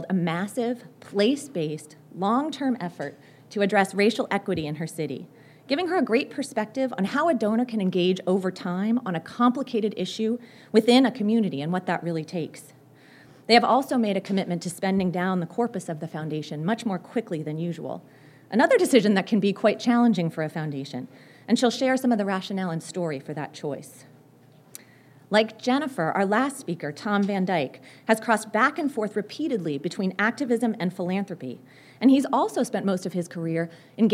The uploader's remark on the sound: Recorded Friday, October 17, 2014 at the national Bioneers Summit Conference in San Rafael, California.